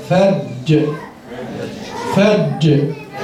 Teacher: جيم حرف مشدد موقوف عليه مع القلقله